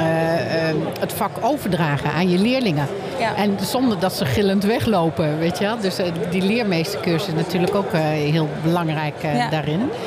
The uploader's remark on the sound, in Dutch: Seizoen 6 van De Stamtafel - Dé podcast over gastvrijheid, is opgenomen te midden van de Horecava. Met dank aan SVH voor een plekje op hun Horecava stand.